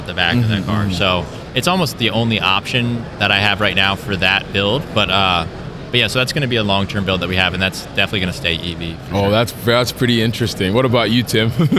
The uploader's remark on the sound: SEMA 2023 Live